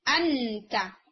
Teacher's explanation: nasal sound नहीं है, ठीक है, तो नून का इख्फा है, नून का इख्फा क्यों है, क्योंकि वो अपनी प्लेस से नहीं आ रहा